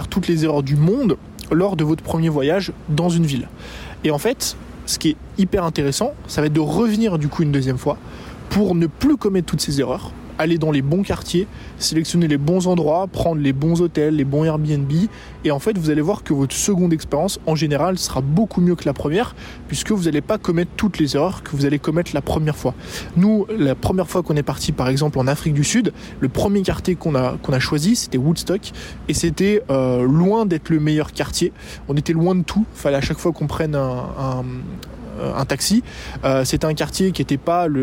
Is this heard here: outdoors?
yes